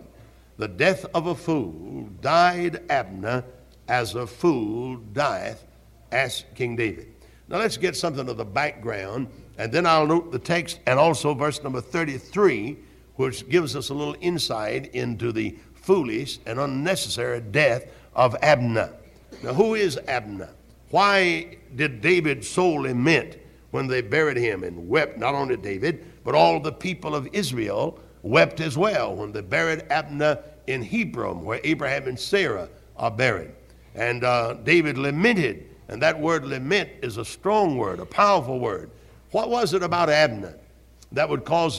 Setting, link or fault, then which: setting, live audience